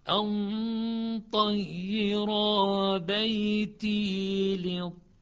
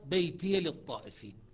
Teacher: شعبة بإسكان الياء وحفص بفتح الياء